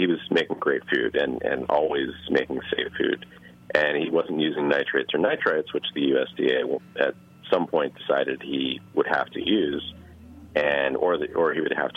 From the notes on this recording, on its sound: an intriguing phone conversation